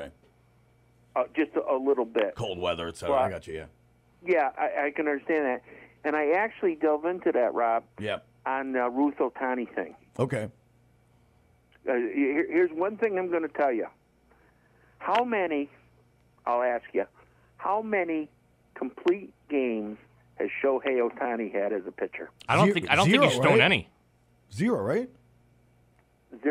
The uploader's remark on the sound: Live sports call-in program broadcast every Tuesday morning at 10am on WTBR.